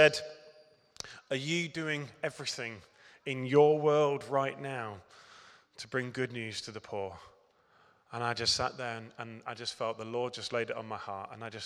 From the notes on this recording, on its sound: Recorded at Middlesbrough Community Church.